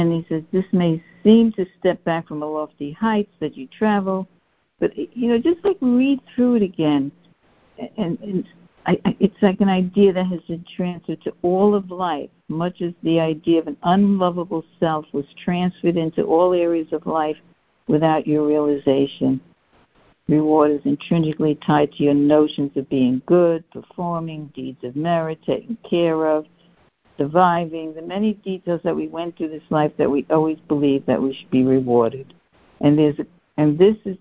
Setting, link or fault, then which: link, phone line